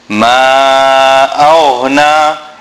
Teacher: Many of us make this mistake where we pronounce the غين like a خ or like a G. It is unlike the خ and unlike the letter G in the English alphabet. غين is pronounced from the top of the throat.